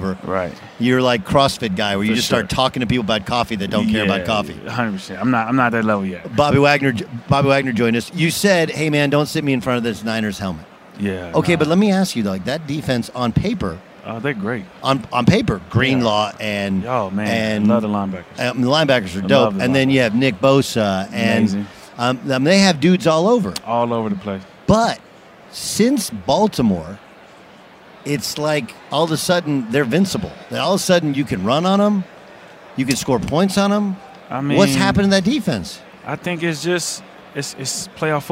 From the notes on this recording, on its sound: live on Radio Row in Las Vegas ahead of the Super Bowl!